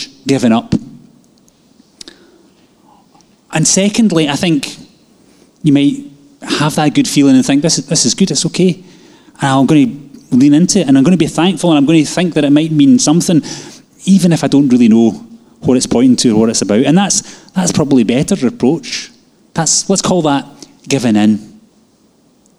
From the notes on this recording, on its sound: Live from our Sunday gathering